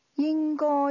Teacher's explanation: pronounced with a high level tone